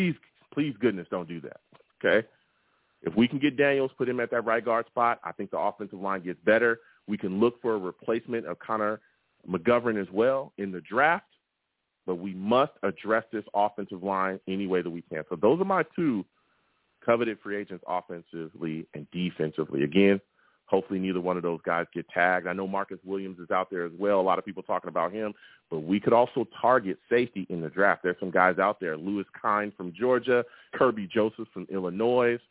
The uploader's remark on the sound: Tonight, live at 7pm eastern. I also take live callers!